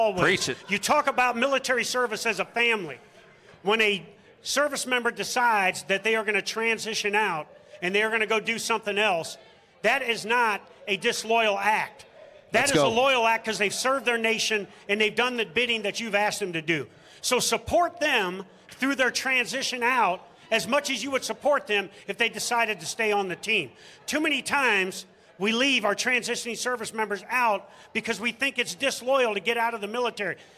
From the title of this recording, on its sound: Live from MIC 2023